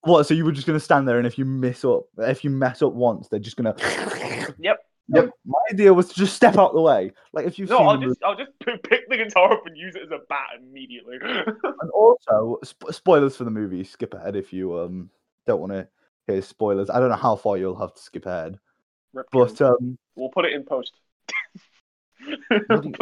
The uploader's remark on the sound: It cuts off bits of audio but that's just a part of the chaos.